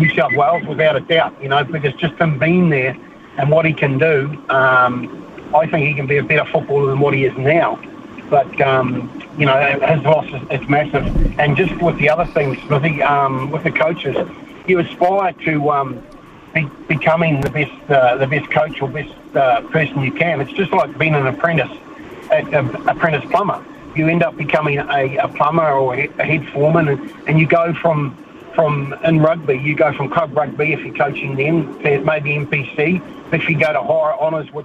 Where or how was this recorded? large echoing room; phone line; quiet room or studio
phone line